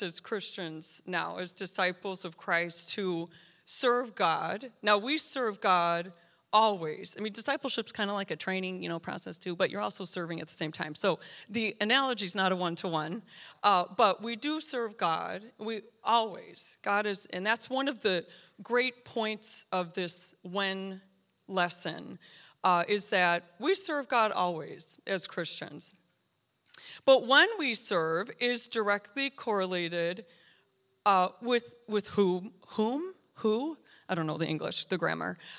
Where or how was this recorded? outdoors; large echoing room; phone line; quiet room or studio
large echoing room